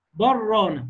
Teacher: وشدد الراء بتاعت رانا · Term: الإدغام